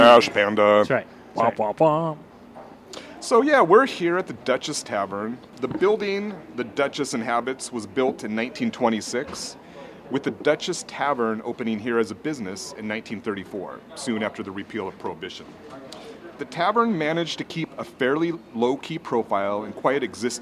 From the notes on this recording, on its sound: Recorded live at Duchess Tavern in Ravenna where belligerent Huskies and an occasional mass murderer are known to hang out. Recorded live at Duchess Tavern on 01/02/2022.